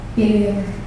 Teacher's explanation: Bilir is rolled at the end. The most musical part of the word is the RR. · a trilled sound with the tongue vibrating close to the teeth